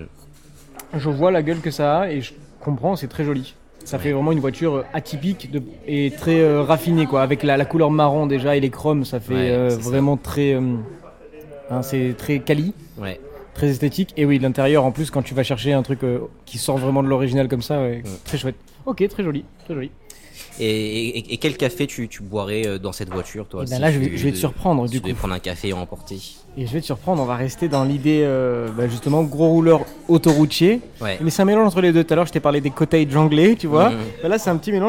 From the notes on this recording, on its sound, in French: Toujours enregistré chez Deep Coffee Roasters à Marseille. Autour de quatre espressos, de pâtisseries, d’un jus de fruits et d’un latte glacé.